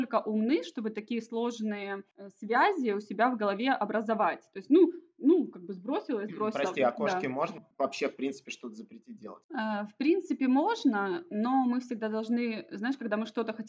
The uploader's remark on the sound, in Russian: Я не проверил микрофон и запись оставляет желать лучшего! Даже звуки Лимассола не слышны.